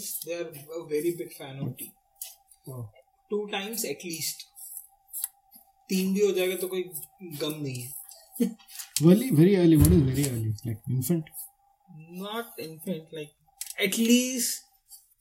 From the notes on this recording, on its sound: I apologize for the background noise, I will record better audio next time.